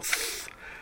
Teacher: So, it's an aspirated dental. You put your tongue against your teeth and blow.